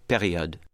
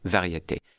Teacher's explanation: And when an R in French is between vowels like that, it's very often a very muted sound.